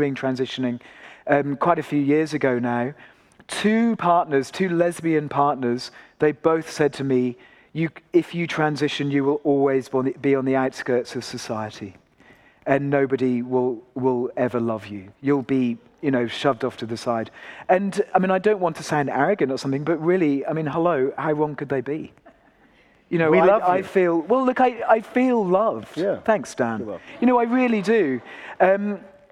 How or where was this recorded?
live audience